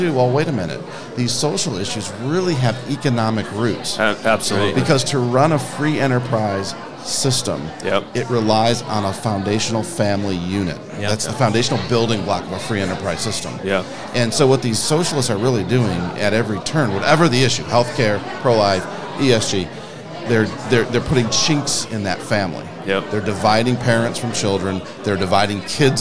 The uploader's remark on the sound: Live from the Lincoln Day